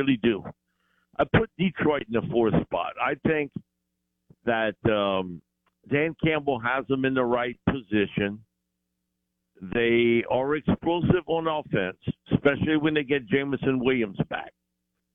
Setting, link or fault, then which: link, phone line